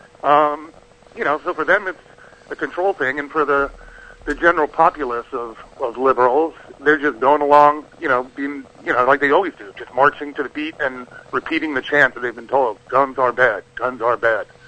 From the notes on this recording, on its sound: Skype Guest. Phone guest.